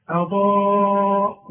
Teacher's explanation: الهمزه مرققه انما الضاد مفخمه